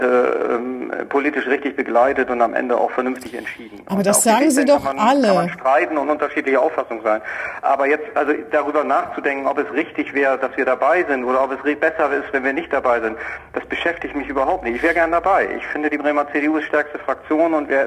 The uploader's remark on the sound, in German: Findet coronabedingt diese Woche wieder per Telefon-Schalte statt. Aus Bremerhaven zugeschaltet.